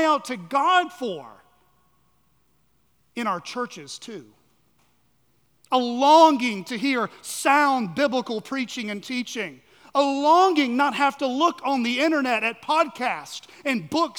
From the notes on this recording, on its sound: at Chaffee Crossing Baptist Church in Barling, AR.